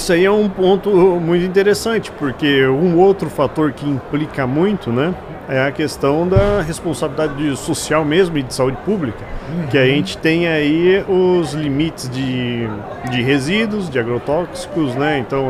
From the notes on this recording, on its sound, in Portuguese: Estamos ao vivo durante a Hortitec 2023